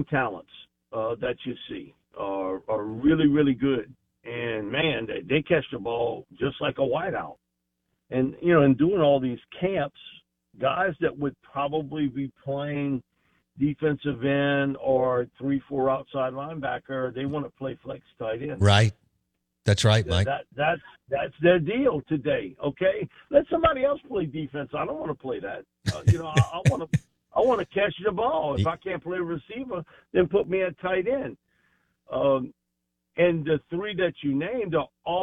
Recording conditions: phone line